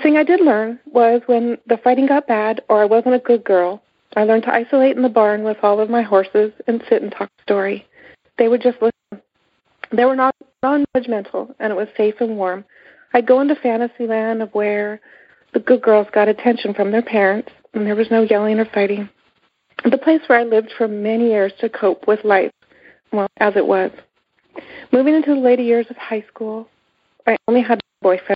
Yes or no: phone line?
yes